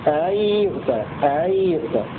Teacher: قرأ ابن كثير بزيادة همزة في أن يؤتى أحد مثل ما أوتيتم في سورة آل عمران، فتصير الكلمة أي يؤتى بعد أن كانت أي يؤتى بهمزة واحدة ابن كثير يقرأ بهمزتين الأولى محققة والثانية مسهلة